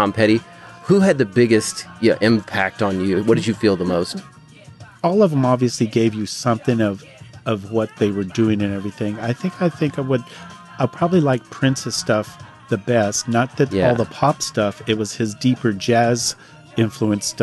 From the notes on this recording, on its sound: We recorded this in the listening section at his store. Since we recorded this episode in the store you’re going to hear some customers walk by, the door chime a few times and the phone ringing.